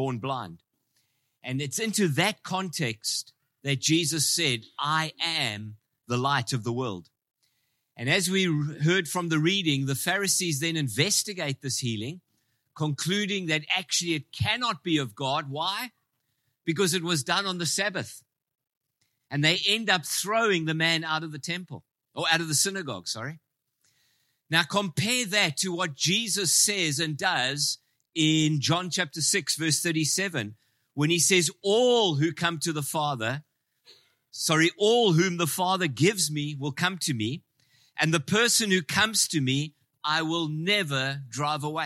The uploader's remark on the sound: Preached in Ngāruawāhia on 17/09/23